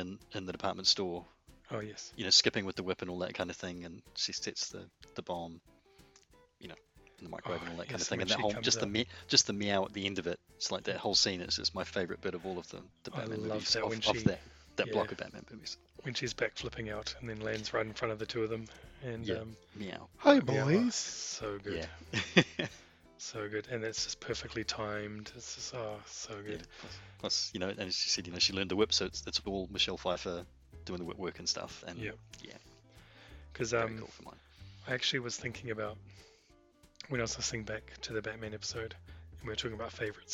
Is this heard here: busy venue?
no